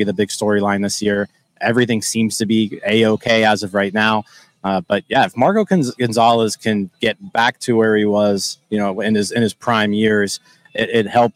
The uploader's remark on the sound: LIVE At LECOM Park. We are live inside LECOM Park for today’s Spring Training game.